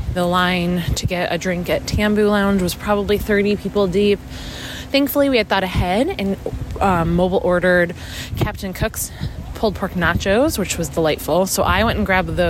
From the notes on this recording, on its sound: Live From The Parks. Live from WDW.